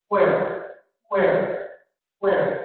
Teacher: It's like a W with an aspiration right after it. · Term: aspirated W